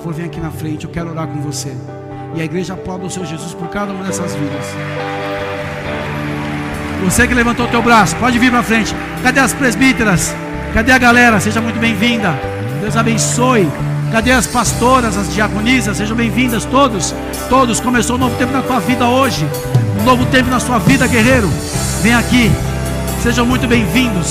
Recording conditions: large echoing room